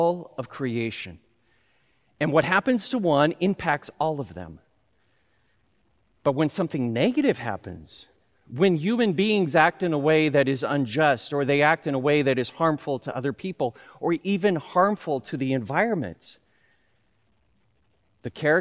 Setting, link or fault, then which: setting, large echoing room